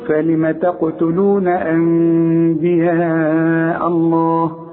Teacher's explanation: اقلب النون الى مين واخفيها وغنها